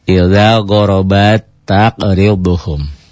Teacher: Tak pertama, tak matinya dihilangkan dalam bunyinya. Menjadilah dobel tak. · Term: idgham mutamatsilin